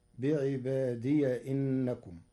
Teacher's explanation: فقرأ ورش بفتح ياء الإضافة وصلا فتصير بعبادي إنكم.